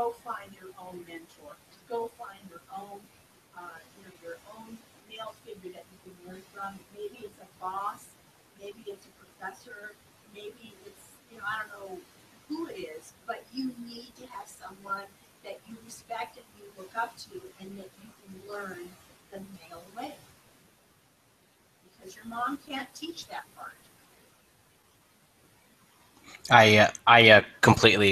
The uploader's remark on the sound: Sorry about the audio quality.